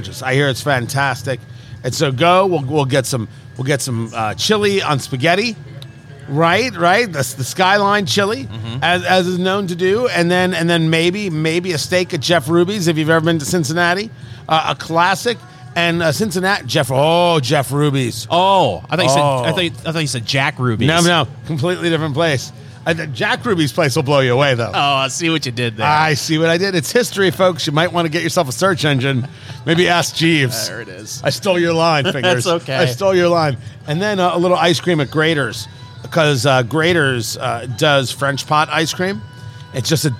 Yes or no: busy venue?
yes